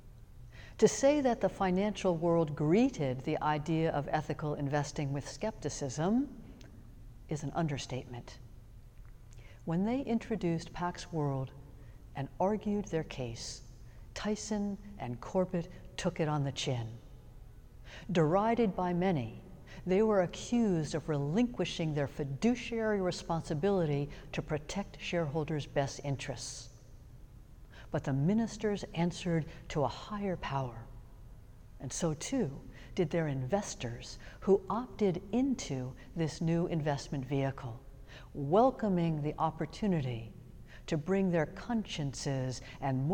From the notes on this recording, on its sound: Sermons from Old South Church in Boston